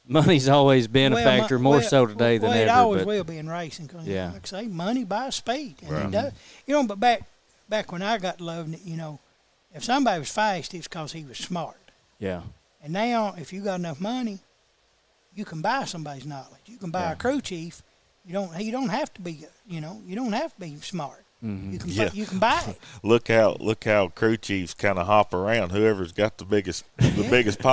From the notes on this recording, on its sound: live from Graphic Impressions